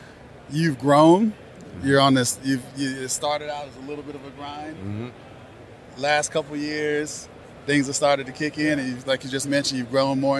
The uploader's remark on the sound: at Tobacco Plus Expo 2021 in Las Vegas